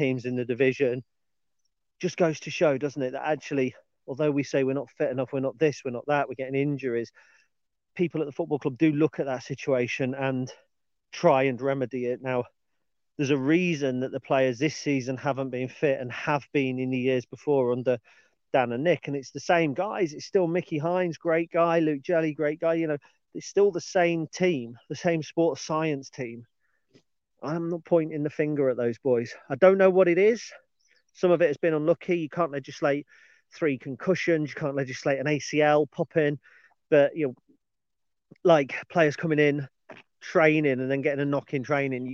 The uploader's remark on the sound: On today's dog walk.